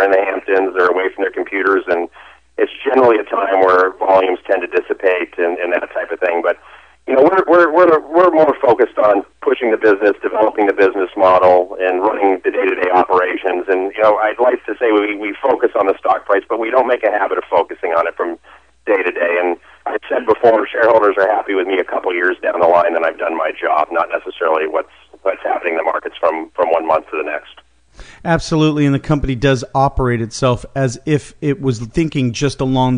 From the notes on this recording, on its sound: called in to SmallCapVoice.